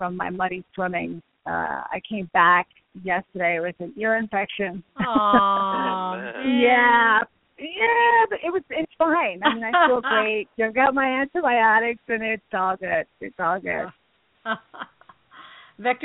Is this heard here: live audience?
no